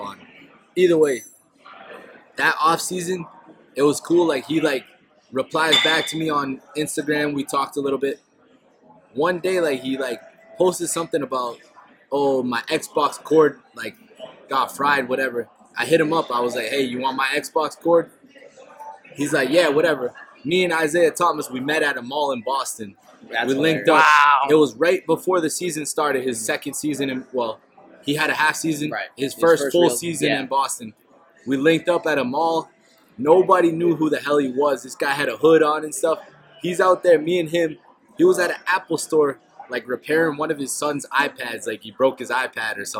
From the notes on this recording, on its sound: The boys travel to The Palm Restaurant in Boston